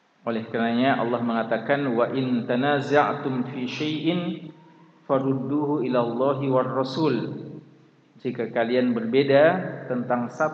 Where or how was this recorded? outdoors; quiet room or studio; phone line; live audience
live audience